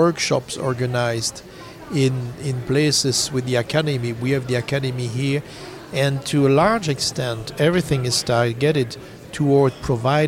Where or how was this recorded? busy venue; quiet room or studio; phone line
busy venue